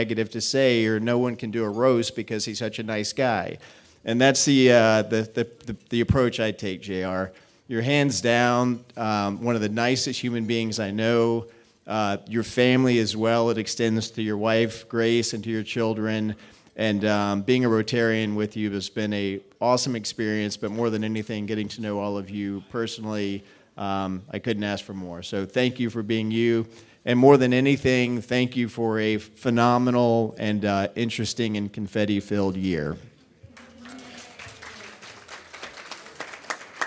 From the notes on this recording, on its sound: The live recording from the Roast.